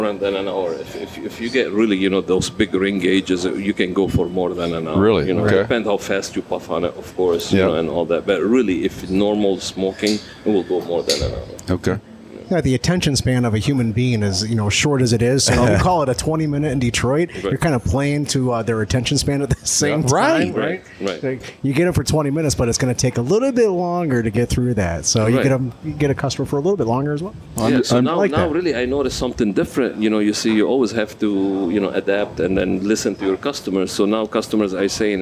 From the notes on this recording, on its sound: We broadcast live at La Casa